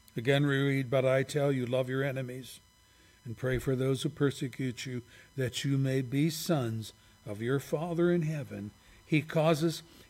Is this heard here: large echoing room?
yes